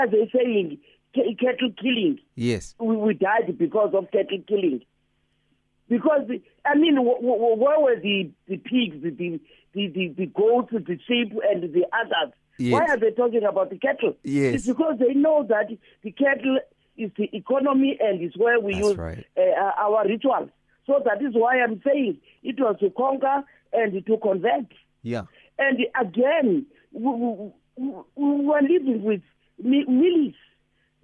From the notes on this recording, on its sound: Guest on the phone